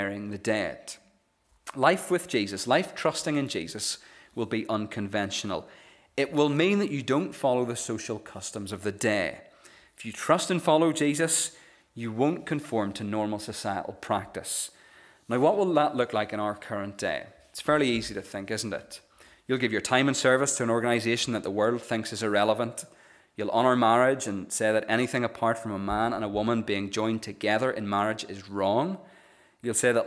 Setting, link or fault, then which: setting, large echoing room